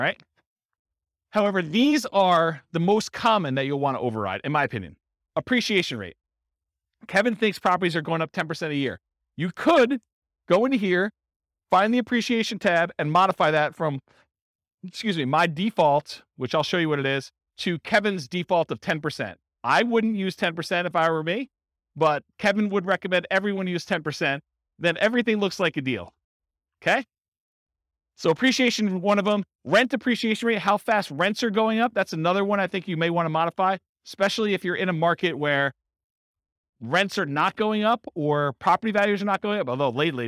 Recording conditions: live audience